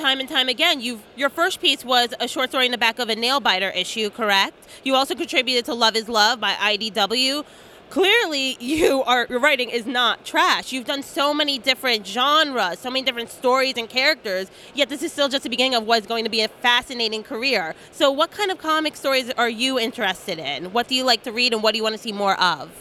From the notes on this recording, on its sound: Interview at Five Points Festival 2017!